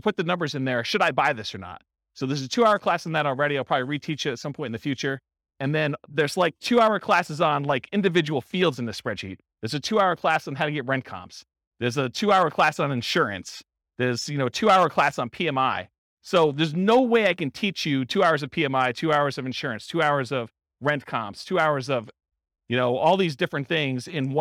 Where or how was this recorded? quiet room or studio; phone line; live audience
live audience